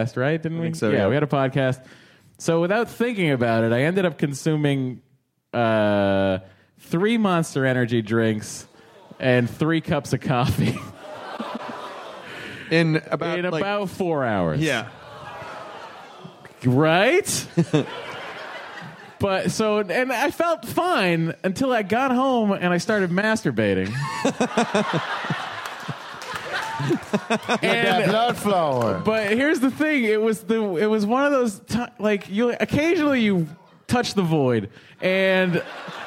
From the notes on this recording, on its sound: It's some LIVE hostful goodness! Do a hostful live at SF Sketchfest. Then they take Quemments from the audience!